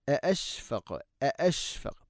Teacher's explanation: തൊണ്ടയുടെ താഴെ ഭാഗമാണ് ഹംസയുടെ മഖ്റജ്. അഅശ്ഫഖുതും അഅശ്ഫഖ, ഖാഫിനെ കേൾക്കണം, ഖൽഖല ചെയ്യണം.